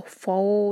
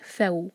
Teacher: फ light letter है, इसको फ़ो नहीं कहना, यह फ़ऊ फ और फिर वाव · Shown in: second take · Term: मदलीन